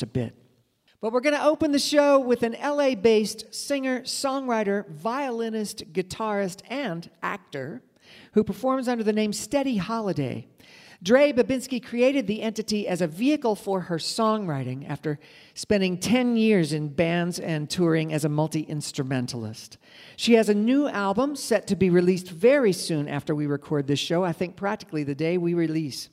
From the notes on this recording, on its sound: This episode was recorded on January 22nd, 2023 at the Culture Center Theater in Charleston, WV.